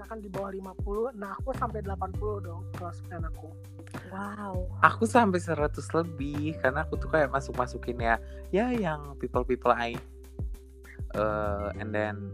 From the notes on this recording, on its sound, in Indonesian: Maaf juga kalo banyak masalah di soundnya karna keterbatasan sinyal dimana kita gabisa ketemu satu sama lain karna lagi ppkm.